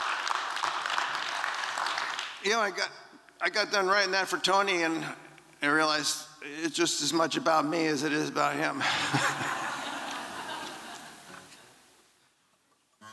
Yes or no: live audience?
yes